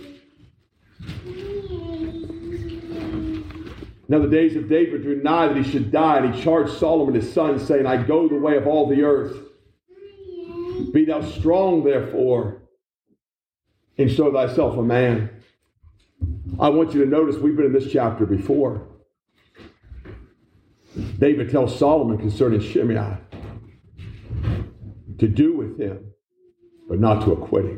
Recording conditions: large echoing room